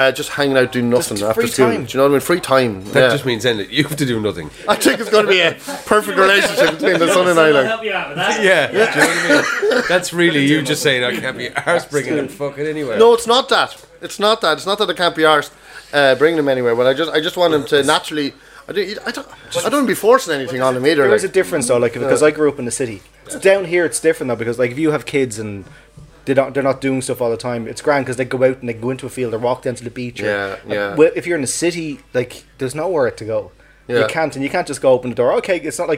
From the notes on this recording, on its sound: live from Murphy's Pub on Brandon Pier in Kerry for pints and chats